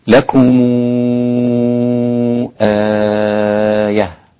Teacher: ميم الجمع للإمام ورش تمد ست حركات بالإشباع، ليه؟ لأن بعدها همزة، إن لم يأتي بعدها همزة لا يمد أو لا يصل ميم الجمع بالضم الإمام ورش.